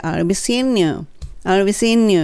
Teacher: I'll be seeing you ここの seeing you の時に seeing なんですけれども G はほぼほぼ落ちちゃいます seeing you e 入で G が落ちてねっていうのと you っていうのがくっつくと new になるじゃないですか